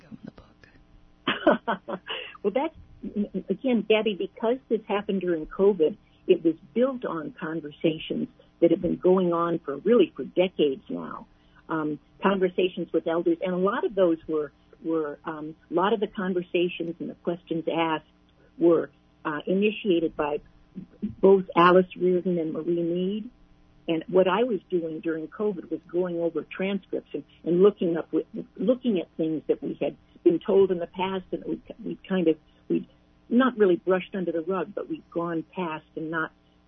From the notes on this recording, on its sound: On the phone